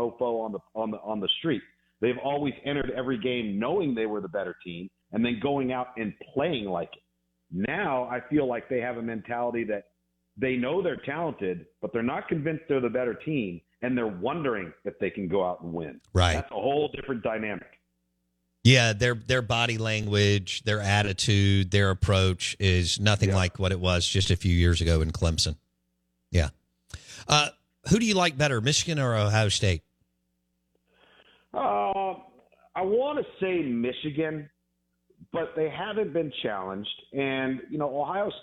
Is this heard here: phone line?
yes